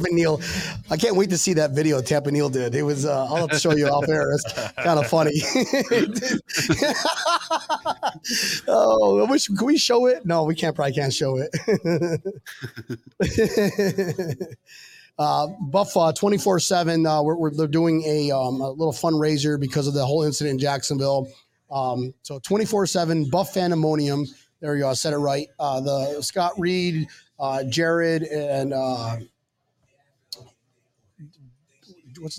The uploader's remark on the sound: We're live from South Florida Bills Backers HQ, Brendan's Sports Bar!